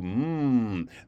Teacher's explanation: M just means zip your lips, keep your lips glued together and go, mmm, there you go.